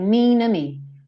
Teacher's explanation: O to dele, ele reduziu tanto, o T, na verdade, né? Que ele sumiu, ele ligou o N do mean no O. Então, ficou assim, mean to me.